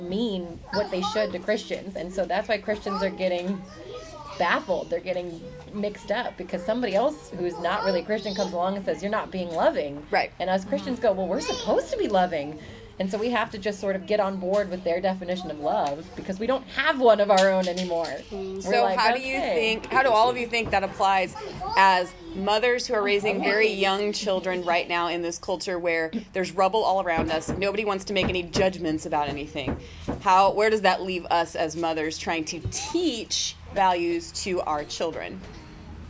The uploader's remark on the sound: Today we hung out while our kids ran amuck in the backyard. In between crying babies and phone calls.